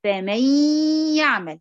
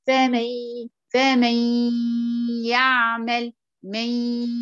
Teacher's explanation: إذا دخلت النون بالكلية داخل الياء لم يتبقى منها غير الغنة